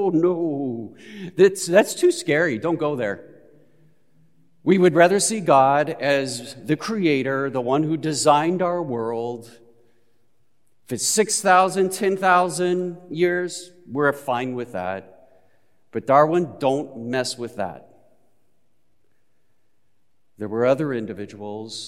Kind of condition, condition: setting, large echoing room